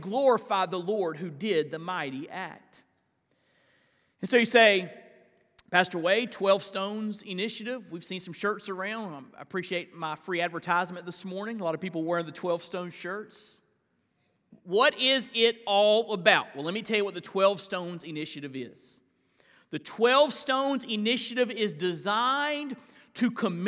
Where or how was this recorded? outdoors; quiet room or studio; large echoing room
large echoing room